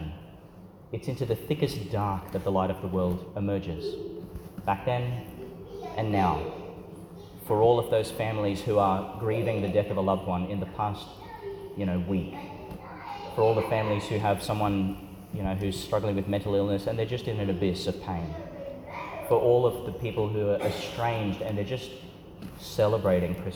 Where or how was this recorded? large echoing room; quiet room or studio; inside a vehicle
large echoing room